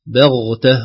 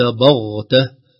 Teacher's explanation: بغتة وليس بغتة، باء بغتة هنا تأثر الحرف بالذي بعده، فالباء المرققة لا ينبغي أن تتأثر بالغين المفخمة بعدها · Shown in: first take